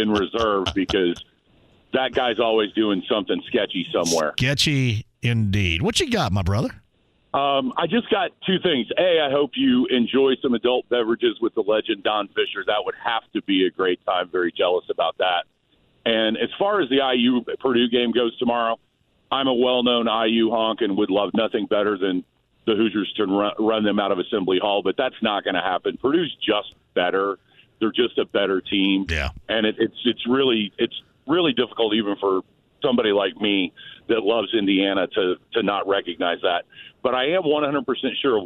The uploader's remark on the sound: Turns to the phone line. Taking some calls from listeners.